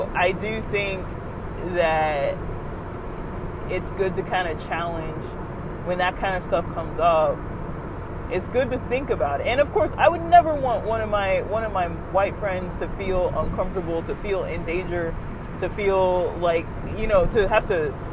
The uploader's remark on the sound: this was recorded while driving hence background noise